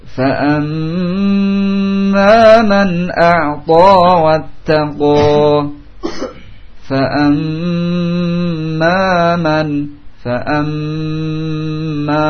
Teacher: tasydid mim sehingga ditahan, tidak sekedar ditasydid saja tanpa ditahan